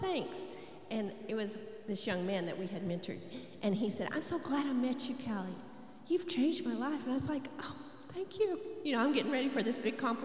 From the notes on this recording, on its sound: Recorded live during our Wednesday night service